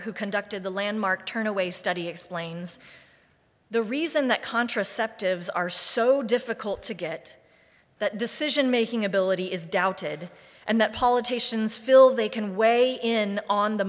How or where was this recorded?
large echoing room